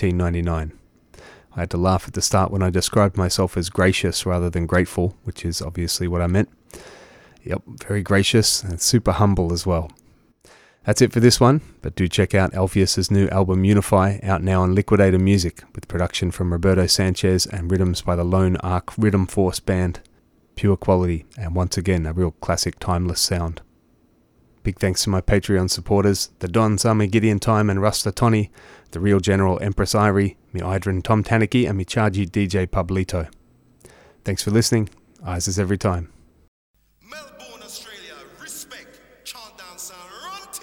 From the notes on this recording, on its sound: recorded via telephone